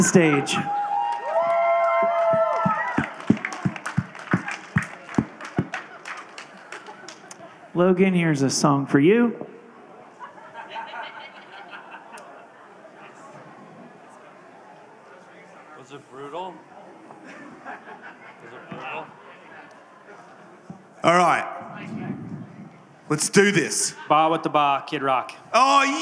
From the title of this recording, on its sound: LIVE at Skankfest 2023